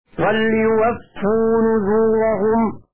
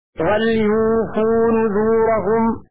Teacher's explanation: فتح الواو وتشديد الفاء · Shown in: first take · من وفى توفية تولى تولية.